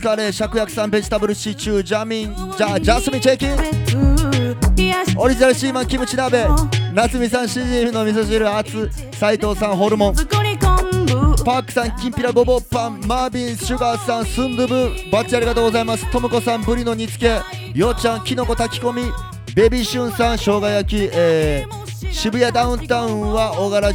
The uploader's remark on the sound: LIVE FROM BAR TOAST 2023